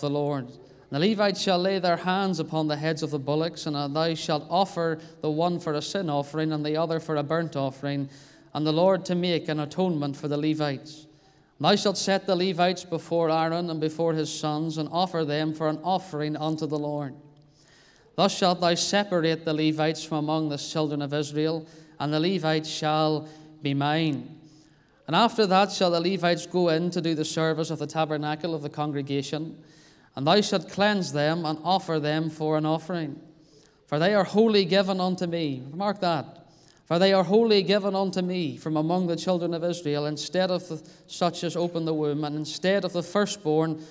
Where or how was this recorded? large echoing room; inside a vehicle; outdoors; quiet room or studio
large echoing room